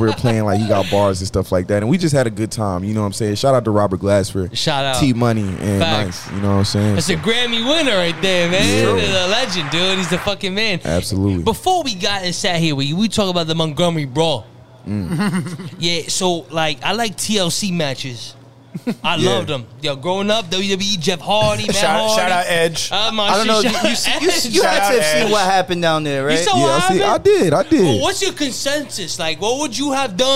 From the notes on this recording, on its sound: LIVE FROM PUMA's flagship store in Times Square